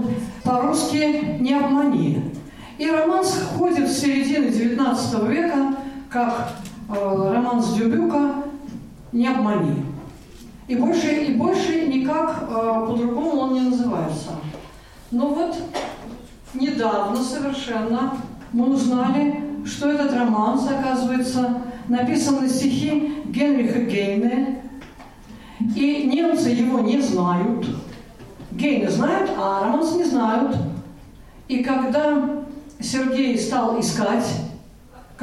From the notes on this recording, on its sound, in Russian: Концертный зал Радио ВОС представляет. Запись концерта «Музыкальные россыпи», который состоялся в читальном зале РГБС 26 октября 2021 года.